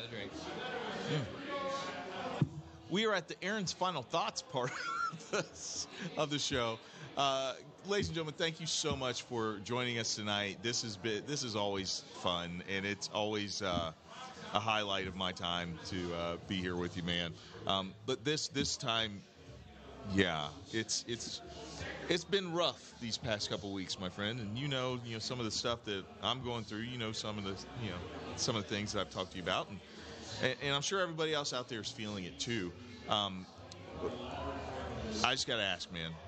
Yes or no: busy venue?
yes